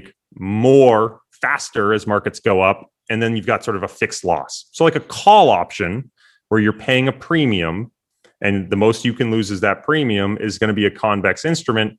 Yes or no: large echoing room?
no